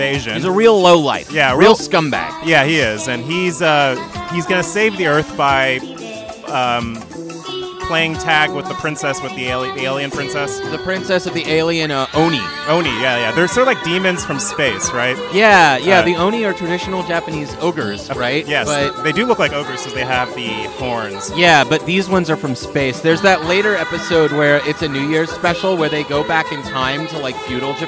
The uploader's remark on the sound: Live from INTERNET YAMI-ICHI.